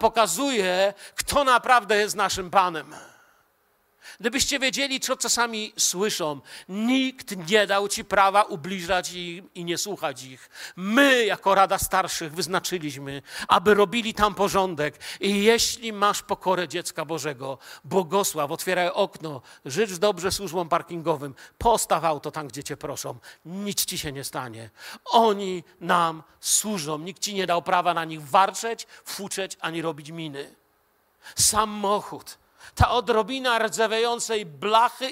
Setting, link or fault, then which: setting, large echoing room